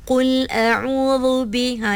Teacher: dia terangkat sedikit pangkal lidahnya, jadi dia bunyi tebal sikit. Qul a'udzu bi, ha, dia tertebal sedikit.